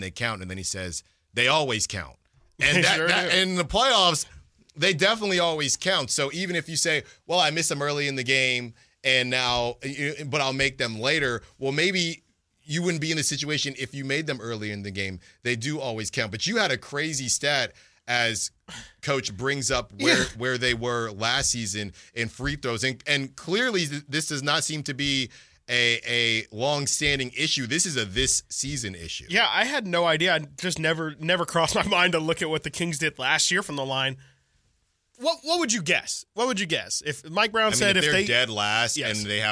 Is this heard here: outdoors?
no